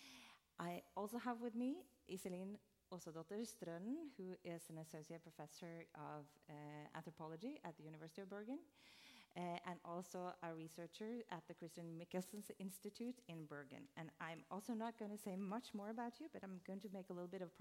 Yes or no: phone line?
no